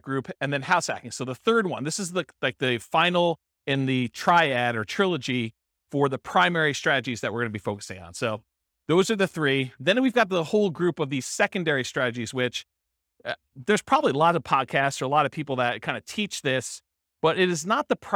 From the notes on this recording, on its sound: This was a live class recorded